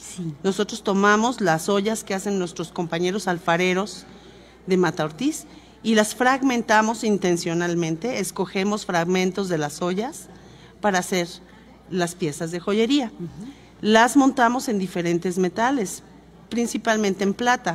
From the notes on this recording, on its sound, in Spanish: conversamos totalmente en vivo desde #Original2023